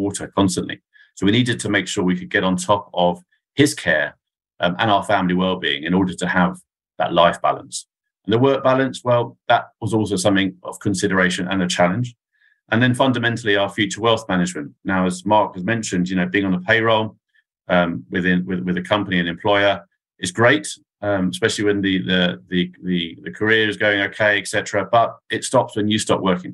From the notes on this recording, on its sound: Excerpt taken from a webinar recorded in March 2023